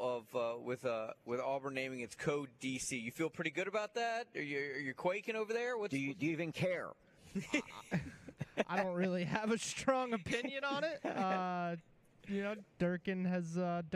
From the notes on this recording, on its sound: LIVE from day two of The Senior Bowl!